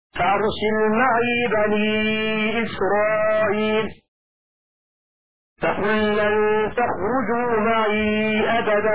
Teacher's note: وقرأ شعبة بسكون ياء معي حيث كانت في الحالين